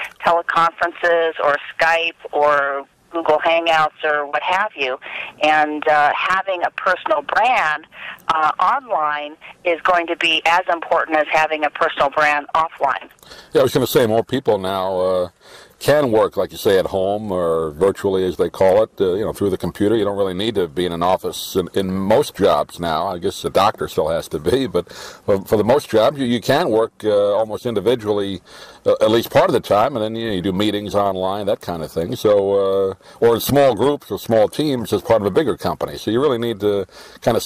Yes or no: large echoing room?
no